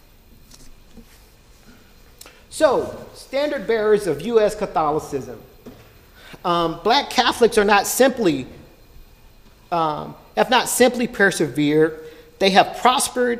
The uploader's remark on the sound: delivered this lecture on April 12, 2018 at the University of Chicago